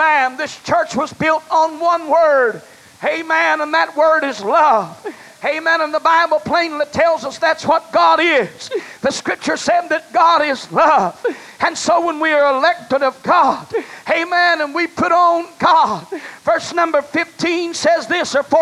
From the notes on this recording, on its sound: was preached in North Vernon, Indiana at First Apostolic Church, October 18, 1989.